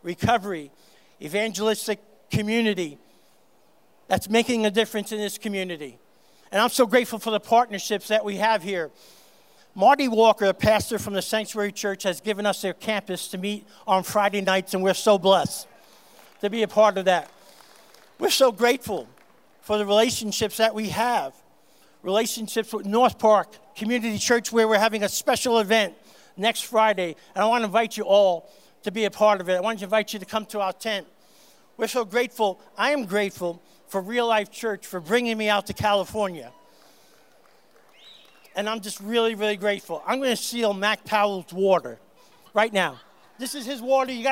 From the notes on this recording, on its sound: on stage at GLORY - Santa Clarita's Christian Music Festival.